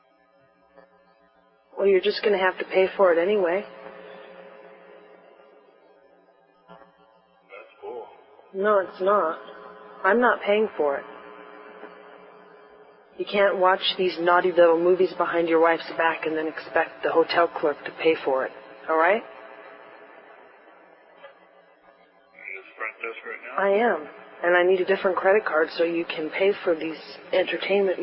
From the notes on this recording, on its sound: Prank Phone Calls Collection